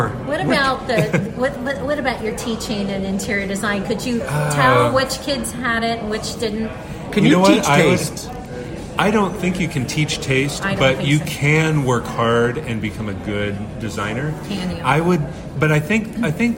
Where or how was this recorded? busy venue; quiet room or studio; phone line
busy venue